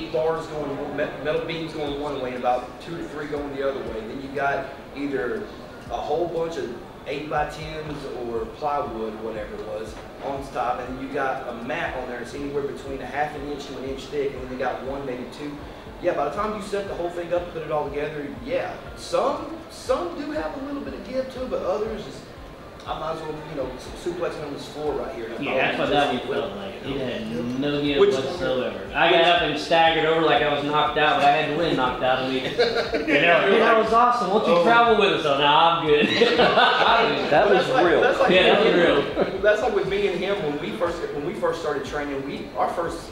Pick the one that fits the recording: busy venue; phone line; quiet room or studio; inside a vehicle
busy venue